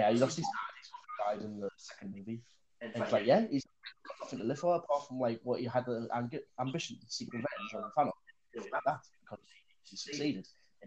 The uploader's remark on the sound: The audio is messy. Endgame review that comes with shite audio.